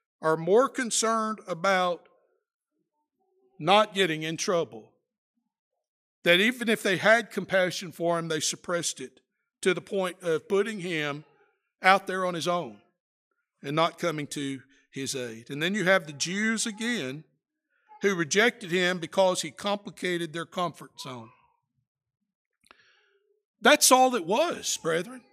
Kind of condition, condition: setting, large echoing room